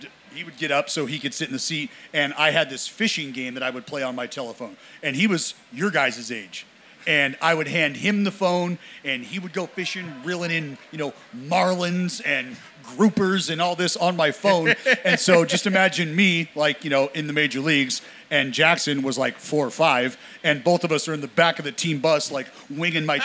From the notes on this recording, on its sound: LIVE SHOW! LIVE podcast at MLB All-Star weekend in Los Angeles.